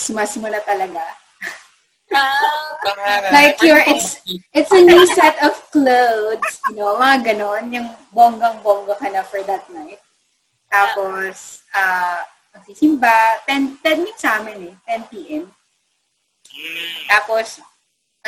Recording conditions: poor sound quality